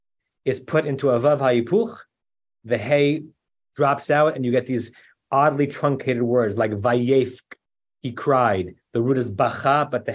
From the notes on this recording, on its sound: At Temple Beth Am, Los Angeles.